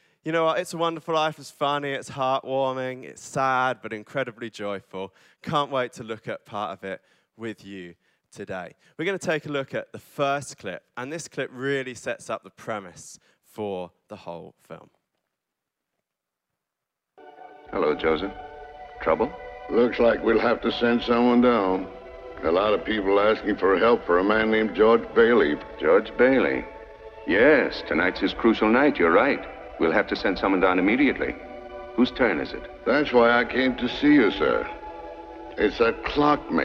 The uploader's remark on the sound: Recorded live on Sunday 29 December at C3 Church Cambridge